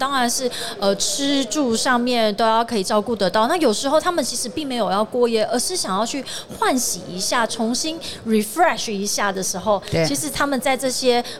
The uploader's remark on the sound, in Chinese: 2022 Taipei Cycle台北國際自行車展-Live Podcast